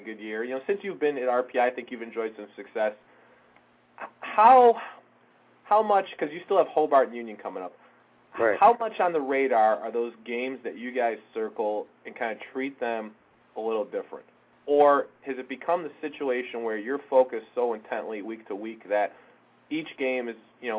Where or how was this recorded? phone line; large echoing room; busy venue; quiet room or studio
phone line